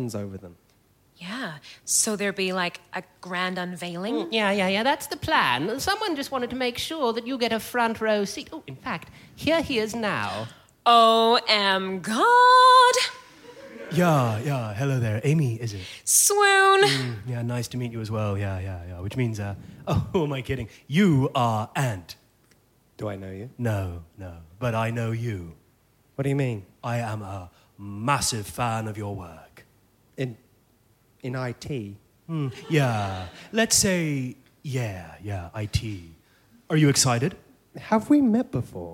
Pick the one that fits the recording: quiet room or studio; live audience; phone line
live audience